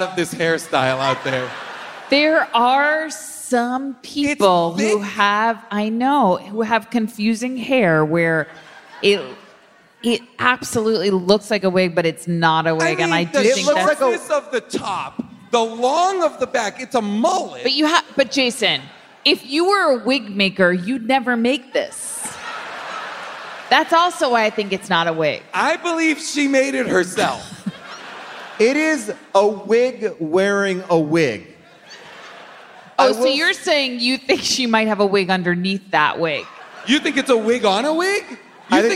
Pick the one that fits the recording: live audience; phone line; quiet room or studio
live audience